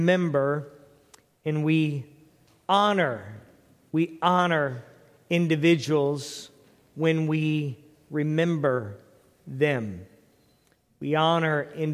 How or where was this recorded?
large echoing room